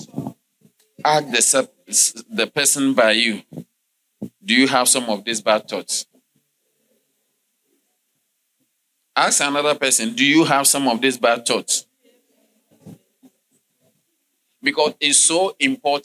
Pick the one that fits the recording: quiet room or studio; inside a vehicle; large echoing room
large echoing room